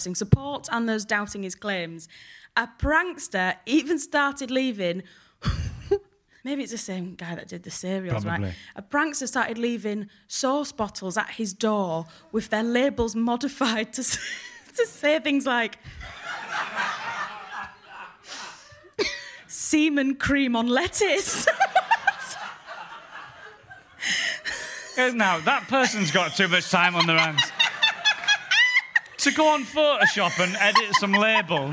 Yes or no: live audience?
yes